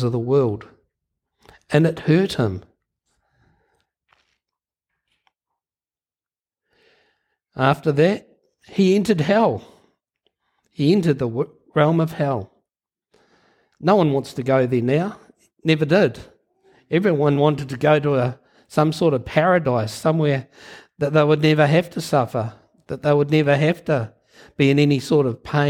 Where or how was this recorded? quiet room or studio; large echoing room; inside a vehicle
large echoing room